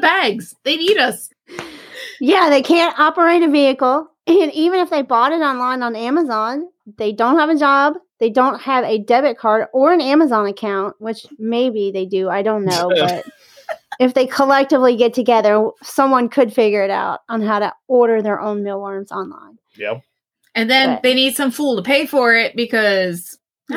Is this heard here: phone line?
no